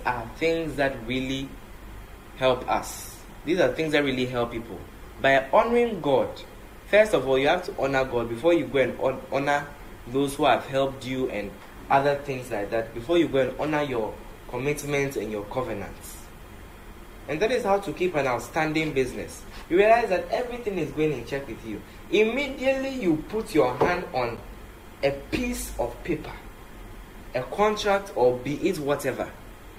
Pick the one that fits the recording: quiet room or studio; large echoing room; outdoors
large echoing room